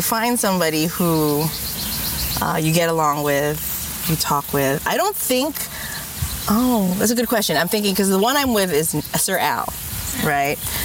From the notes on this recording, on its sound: Strolling through The Huntington Library and Botanical Gardens, they pause to record a bit